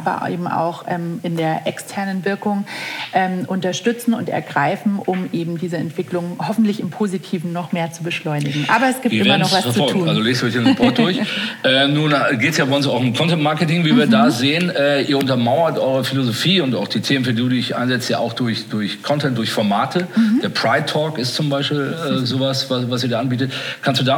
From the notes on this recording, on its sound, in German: KKongress Special 2021. Im Live-Podcast.